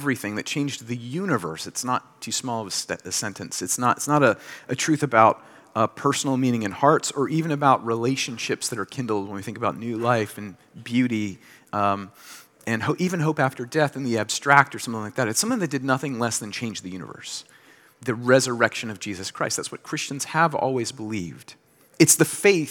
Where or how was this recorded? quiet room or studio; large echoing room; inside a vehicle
large echoing room